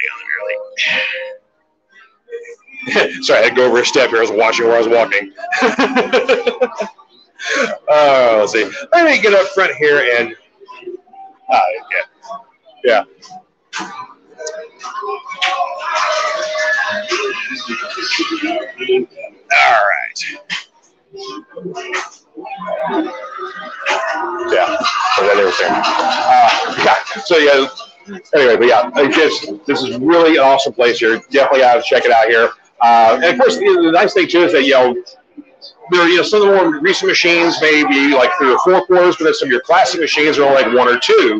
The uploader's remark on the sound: Live on Location at 3 Decade Arcade!